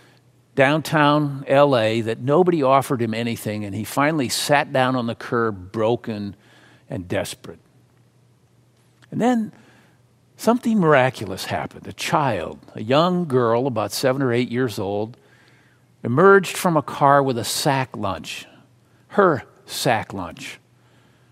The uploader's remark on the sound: Message delivered during the Traditional Worship Service.